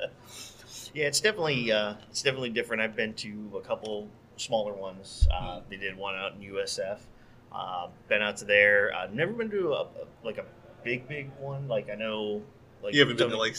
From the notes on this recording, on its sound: Interview's we conducted at the Sunscreen Film Festival in St. Petersburg, FL!!